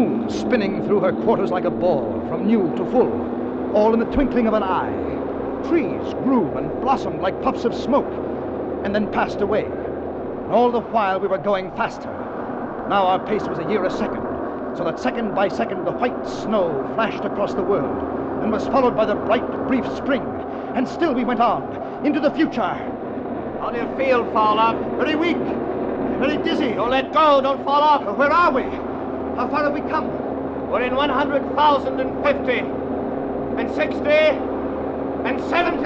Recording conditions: poor sound quality